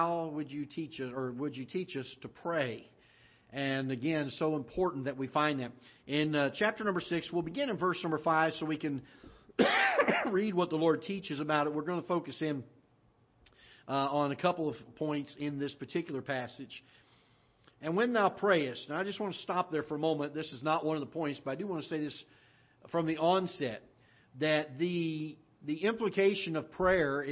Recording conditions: large echoing room